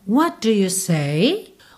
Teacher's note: o T de what junta no D de do como um som só